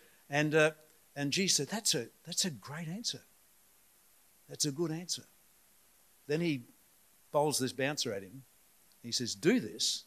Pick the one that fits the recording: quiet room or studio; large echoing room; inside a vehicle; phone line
large echoing room